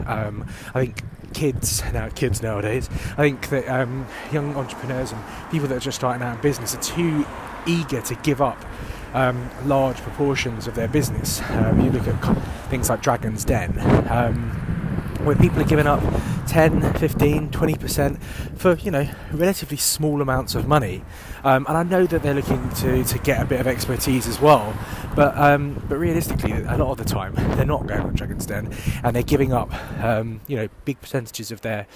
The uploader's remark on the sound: Walk & Talk